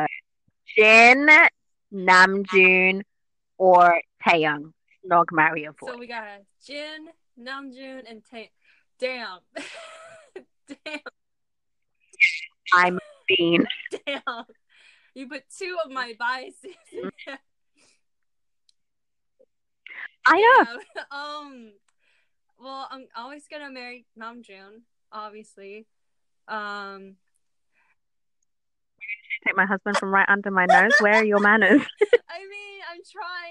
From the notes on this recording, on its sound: Apologies for the sound quality this week. We had serious technical issues but we didn't want to lose the episode.